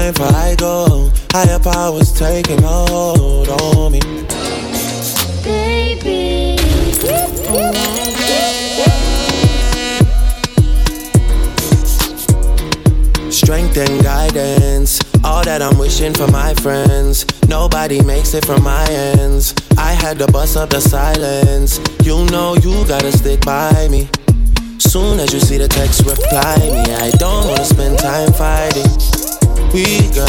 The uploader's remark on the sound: Live Audio I 9/16/23 I Attic Night Club